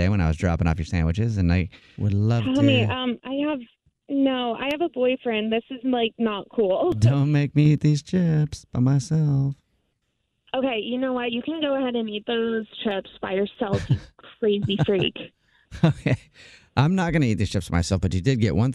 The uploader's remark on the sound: Phone Prank